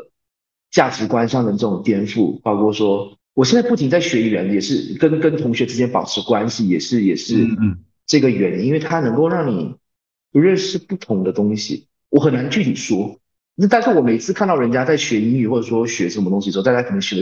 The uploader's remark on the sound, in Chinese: 线上录制，听感欠佳，各位见谅。